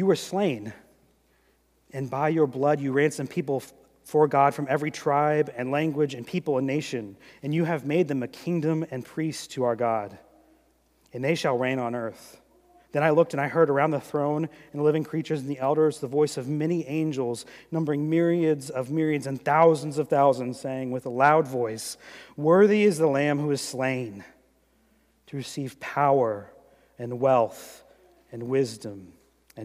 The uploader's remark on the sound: during the 2018 Good Friday service